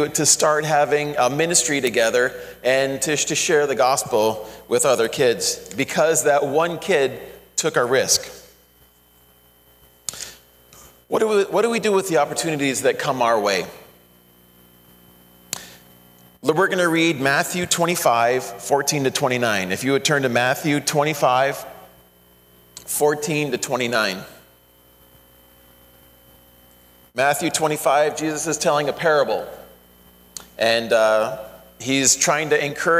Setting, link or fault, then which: setting, large echoing room